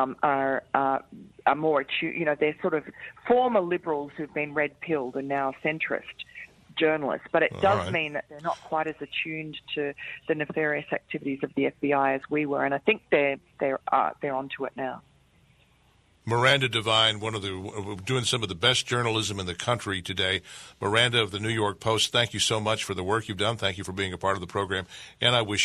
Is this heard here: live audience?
no